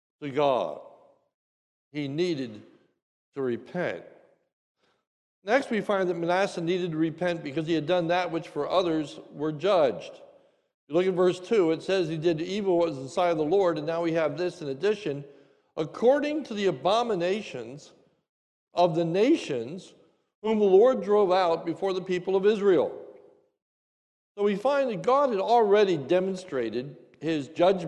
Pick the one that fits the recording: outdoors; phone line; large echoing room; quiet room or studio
large echoing room